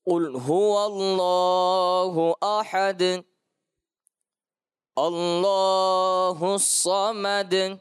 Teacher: دال میں دونوں مقامات پر قلقلہ خوب ظاہر کرنے کی کوشش کی ہے